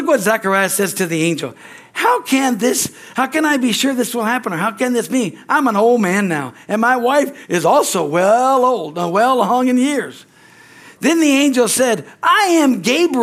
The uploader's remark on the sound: from the Sunday service on December 3, 2023 at Harvest Bible Church in Stockton, CA.